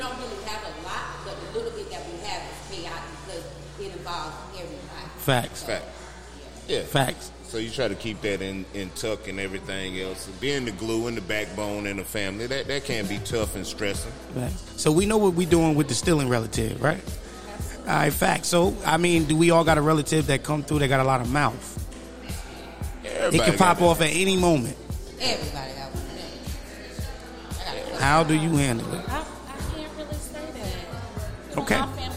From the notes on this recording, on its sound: live from {BRUCE'S SPORTS BLOCK & LOUNGE}